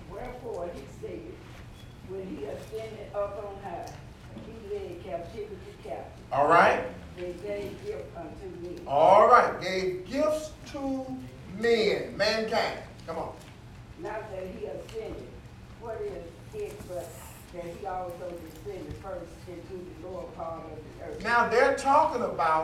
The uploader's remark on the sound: teaching the lesson live in the sanctuary